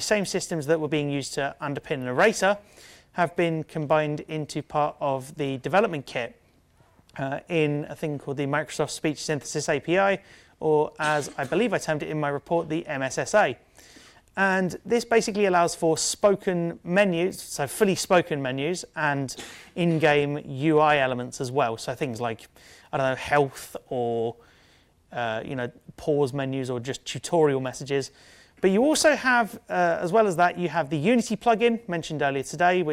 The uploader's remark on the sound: A talk at the 2018 Gaming Accessibility Conference